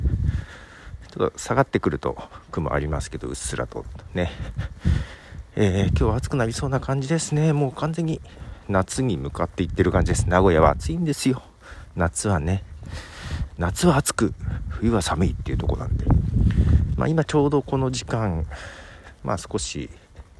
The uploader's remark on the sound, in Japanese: 歩きながらの収録。ひさびさに歩きながら、まったりと収録。